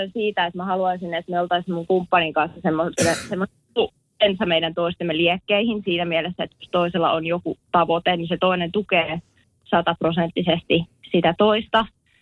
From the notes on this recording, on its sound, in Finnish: puhelinhaastattelussa